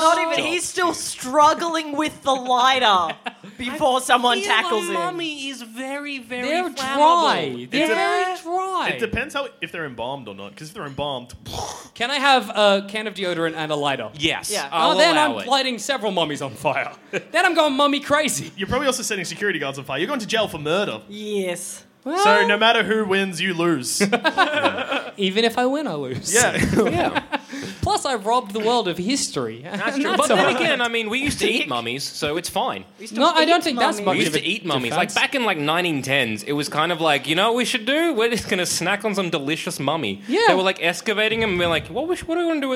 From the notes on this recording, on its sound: Recorded at the Eureka Hotel in Melbourne in 2016.